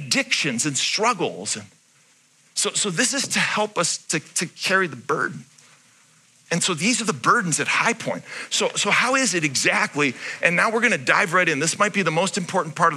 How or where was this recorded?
large echoing room